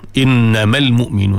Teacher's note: Jadi baca sambung. Bila selepas huruf mat bertemu dengan sakin, memang dia mat tu tak ada. Mat tu dia hilang lah. · Term: mat asli itu hilang